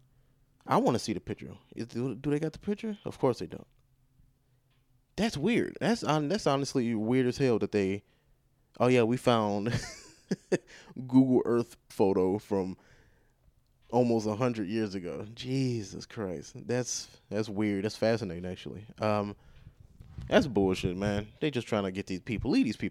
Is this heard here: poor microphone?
no